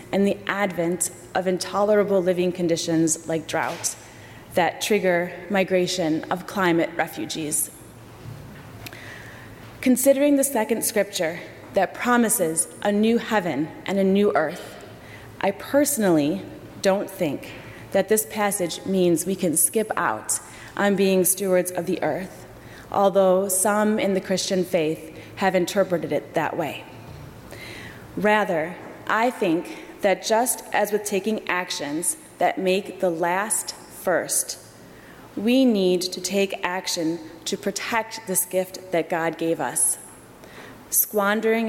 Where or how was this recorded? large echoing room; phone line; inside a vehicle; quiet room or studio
large echoing room